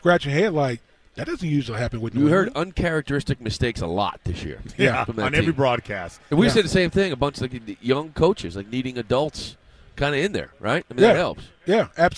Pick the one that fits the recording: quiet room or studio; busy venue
busy venue